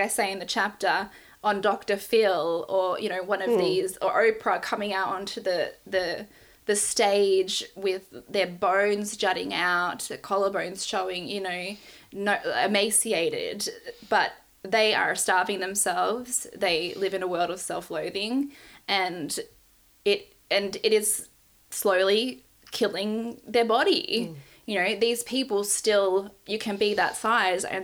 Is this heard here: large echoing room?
no